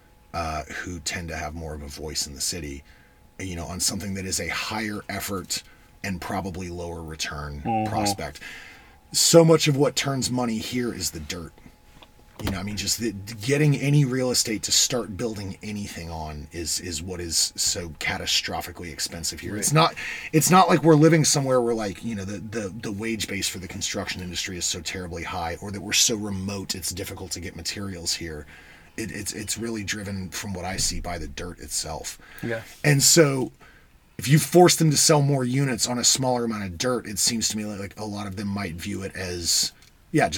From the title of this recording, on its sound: from the van